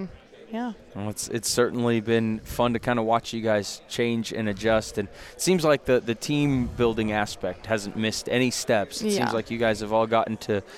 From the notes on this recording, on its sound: LIVE from MIAA Basketball Media Day in Kansas City!